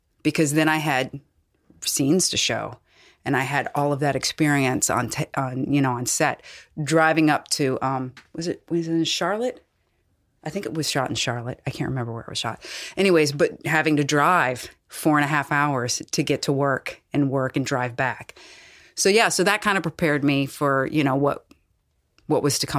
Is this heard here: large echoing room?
no